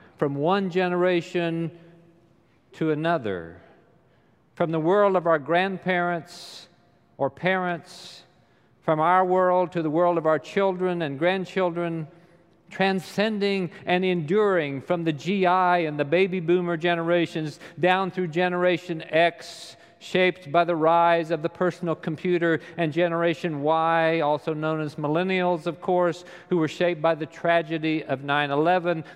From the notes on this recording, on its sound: Recorded live during the Sunday worship service.